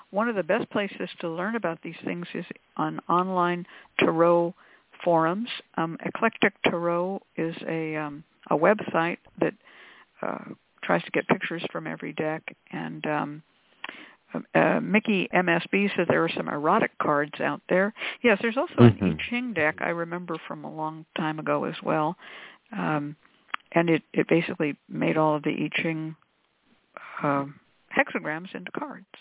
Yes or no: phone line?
yes